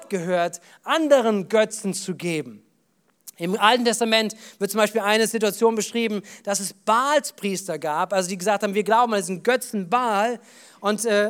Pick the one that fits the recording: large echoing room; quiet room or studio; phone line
large echoing room